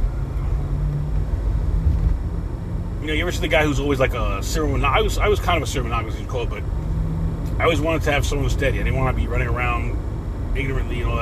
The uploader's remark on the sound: CarCast